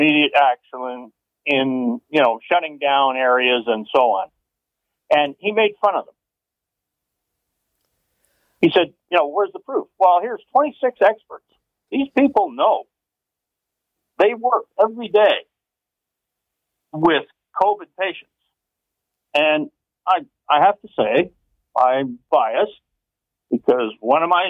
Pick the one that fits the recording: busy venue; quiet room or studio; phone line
phone line